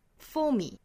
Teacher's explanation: For me 调子最高的点呢，是放到这句话里面末尾处强调的那个音节上头。 Forme，所以从 for 这个音节上降下来。